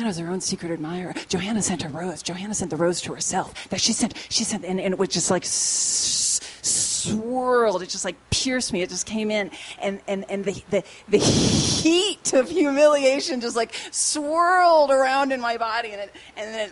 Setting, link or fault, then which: setting, busy venue